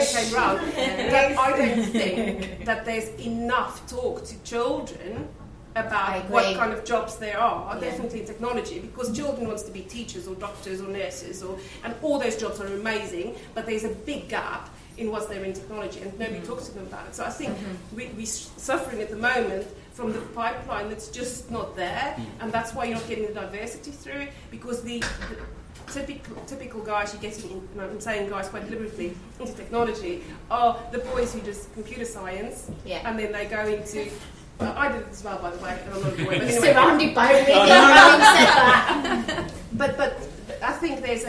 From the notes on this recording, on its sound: were joined by a diverse leadership panel and a live audience